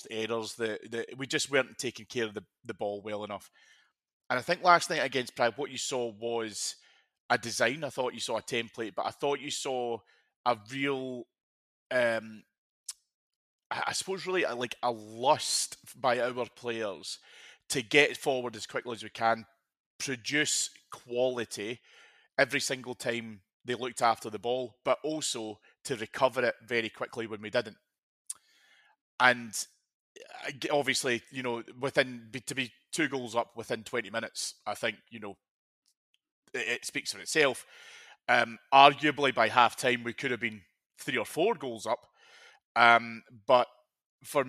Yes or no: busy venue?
no